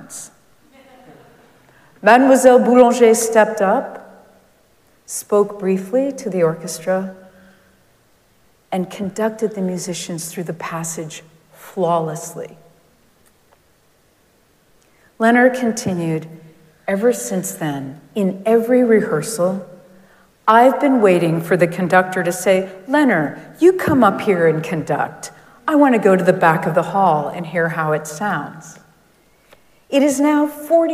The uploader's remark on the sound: Recorded live at Arlington Street Church, Sunday, April 16, 2023.